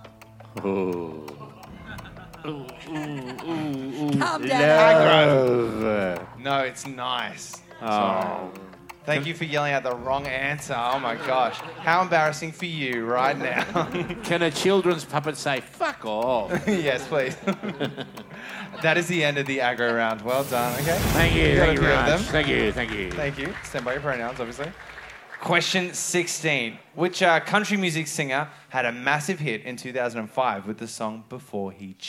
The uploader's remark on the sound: Recorded The Triffid, Brisbane on May 21st 2023